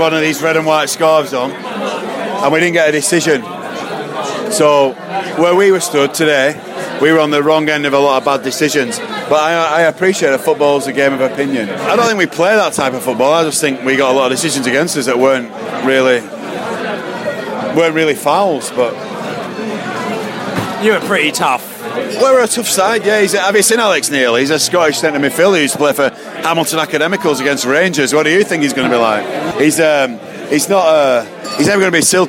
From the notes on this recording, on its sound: Sunderland pre-match podcast from the pub. In the studio (er pub).